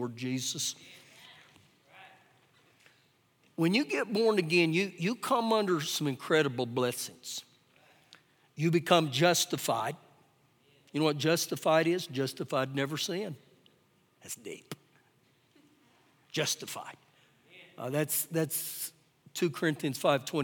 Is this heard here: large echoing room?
yes